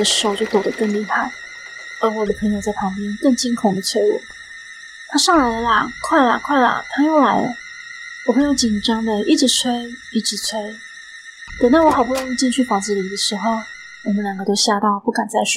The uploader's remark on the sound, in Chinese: 音檔從Youtube影片轉來。會有音質上的不足。